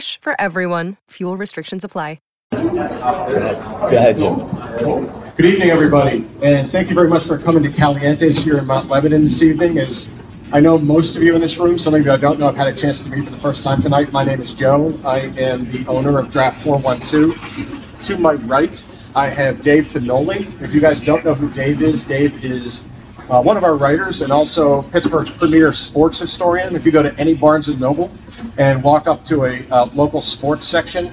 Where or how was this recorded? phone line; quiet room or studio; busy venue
busy venue